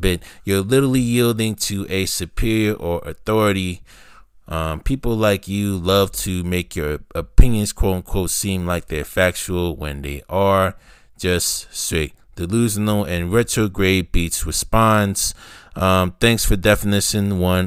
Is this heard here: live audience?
no